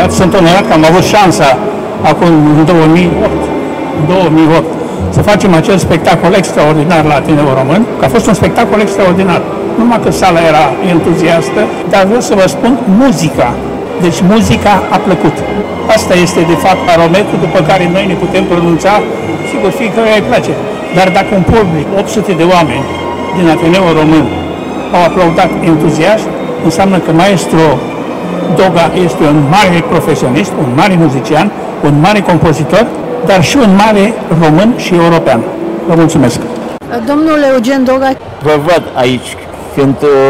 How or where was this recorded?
busy venue